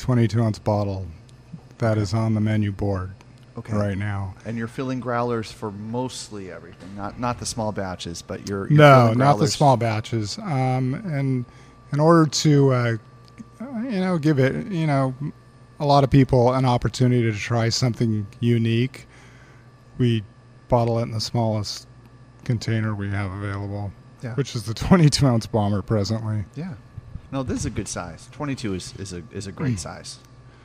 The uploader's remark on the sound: live at Timeless Pints